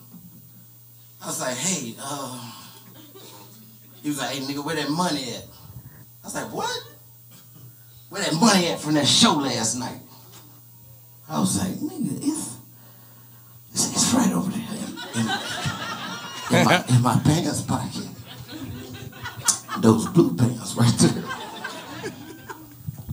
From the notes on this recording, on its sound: LIVE in Dallas.